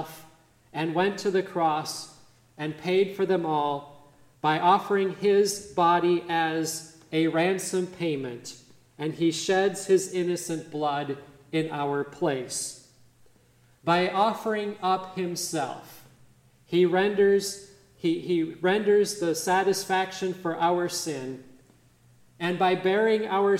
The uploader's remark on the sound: midweek Advent service on December 6, 2023 at Grace Evangelical Lutheran Church, Lexington, MO